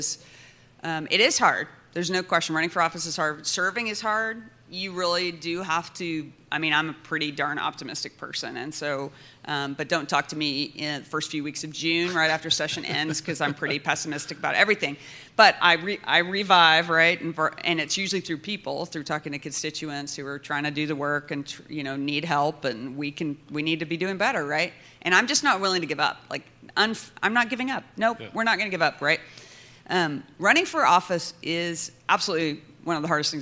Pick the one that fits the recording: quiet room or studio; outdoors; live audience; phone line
live audience